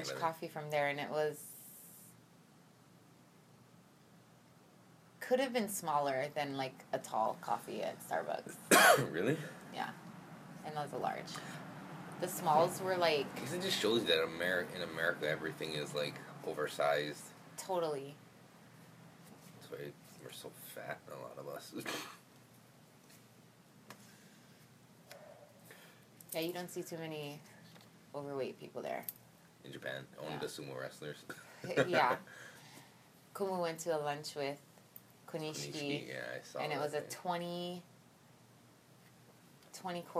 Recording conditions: inside a vehicle